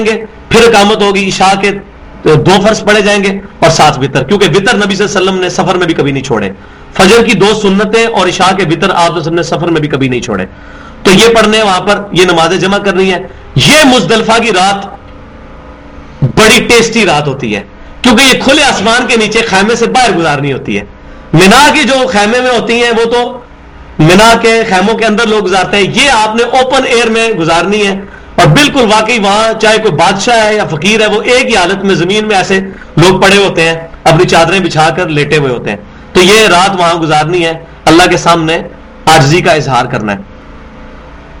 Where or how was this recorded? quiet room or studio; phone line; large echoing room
large echoing room